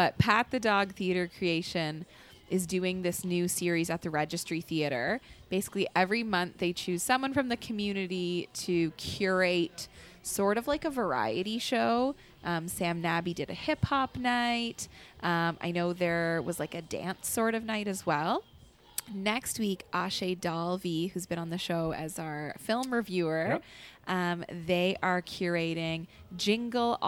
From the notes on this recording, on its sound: LIVE from Adventurer's Guild. Headed to Adventurer's Guild Cafe in Downtown Kitchener.